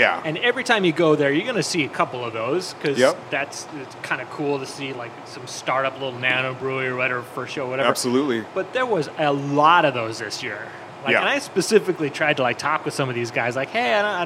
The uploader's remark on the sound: Recorded live at Jules Maes Saloon. Jules Maes in Georgetown.